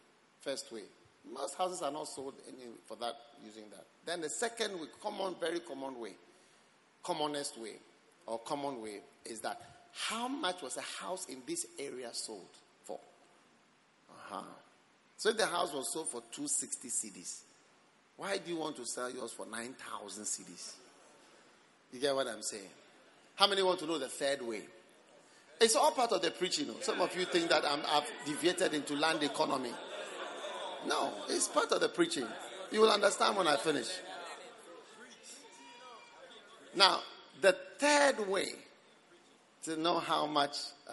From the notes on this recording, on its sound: Preached at the Christmas Service.